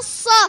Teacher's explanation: لام شمسية مدغمة في الصاد في الصاد المفتوحة